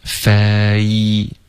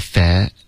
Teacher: favor 跟 air 是不一样的对 favor 有一个一的音 · Shown in: first take · Term: 双元音